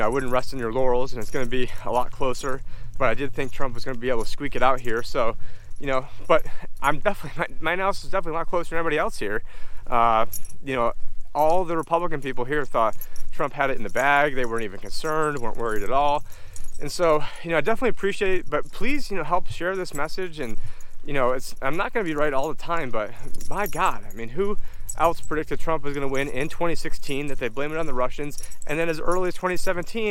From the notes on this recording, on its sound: on this walk and talk